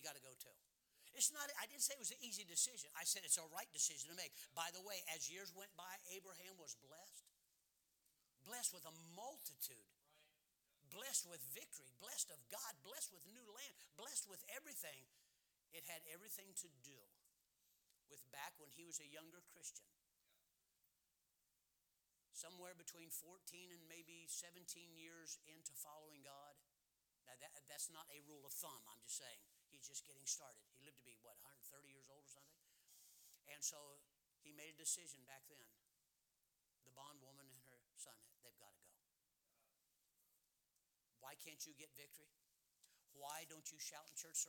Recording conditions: large echoing room